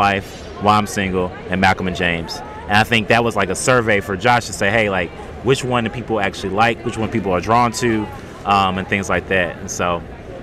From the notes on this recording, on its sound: LIVE at Las Vegas Comic Con. Listen as we debrief the event while we were still at the convention.